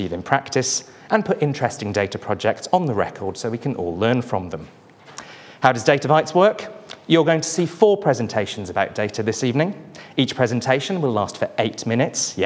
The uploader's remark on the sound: The speakers presented their work in an exciting, quickfire format. Each speaker had eight minutes, followed by eight minutes of questions from the audience.